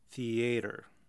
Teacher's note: the diphthong in theater, becomes two separate vowel sounds